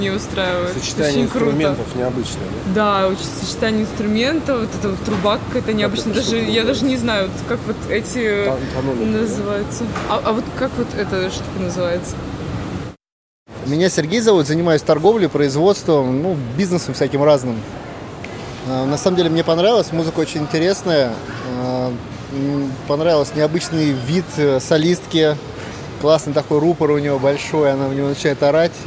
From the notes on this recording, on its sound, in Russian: Поэтому тоже посетили рынки, записали этих людей и эту музыку.